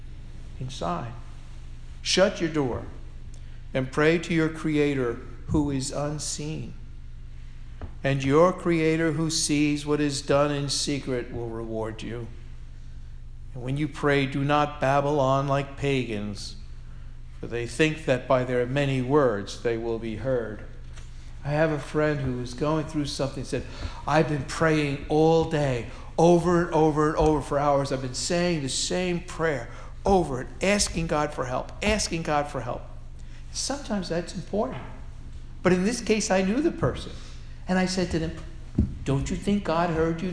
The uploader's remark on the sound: Sermon delivered on Sunday, October 23, 2016 at All Souls Parish Presbyterian Church, Portchester, New York.